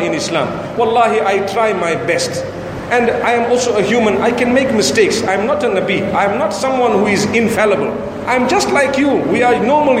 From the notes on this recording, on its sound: Lecture delivered in Dar es Salam, Tanzania at the Sunni Muslim Jamaat Masjid.